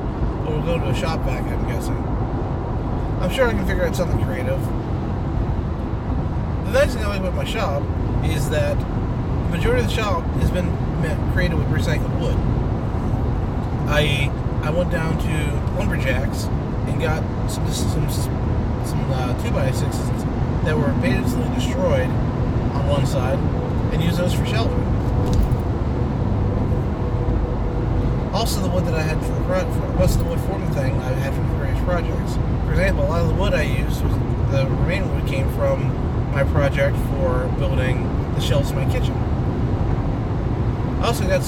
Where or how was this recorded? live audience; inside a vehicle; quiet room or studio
inside a vehicle